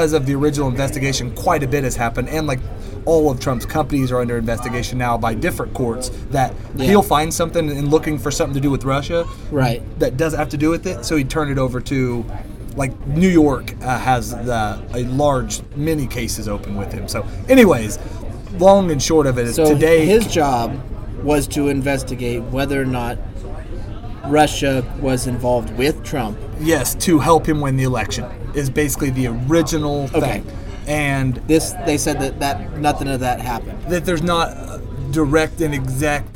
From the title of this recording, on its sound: Live from Applebees